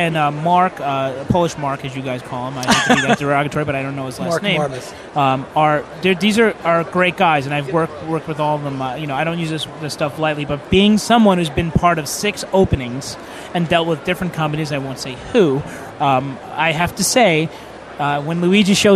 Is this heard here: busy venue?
yes